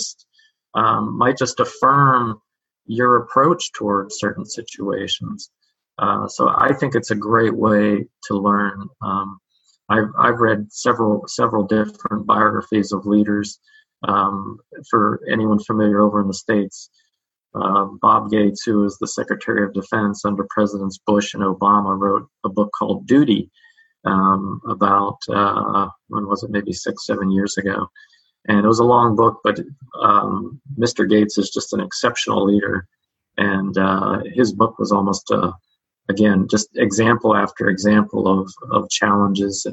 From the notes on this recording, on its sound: Webinar recording